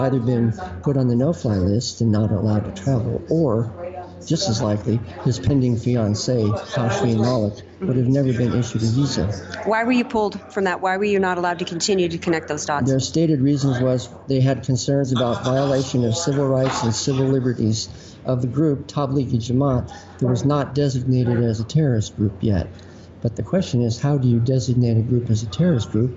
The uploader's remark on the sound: From the Act For America Conference in DC!